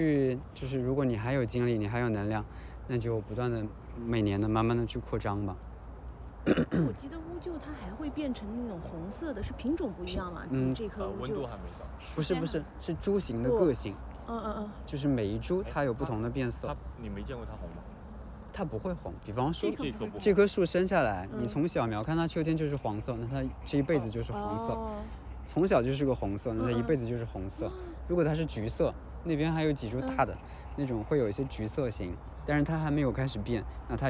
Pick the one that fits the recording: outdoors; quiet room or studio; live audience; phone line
outdoors